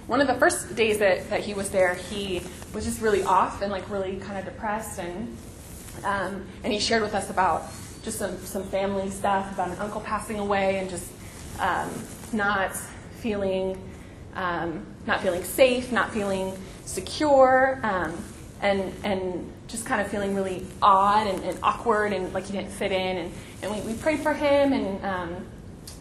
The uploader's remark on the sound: This podcast was recorded at the 2014 VJN Conference: Kingdom Justice, Vineyard Values.